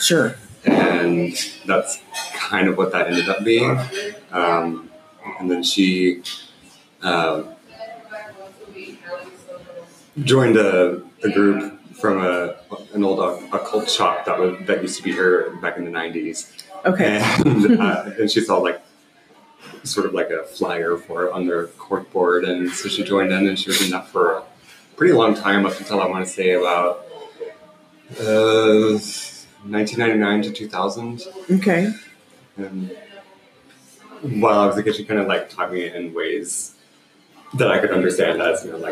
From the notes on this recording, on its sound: It's difficult recording in a busy coffee shop and there were a ton of moments that needed to be edited out. Though sometimes it might be a bit hard to hear, hang in there.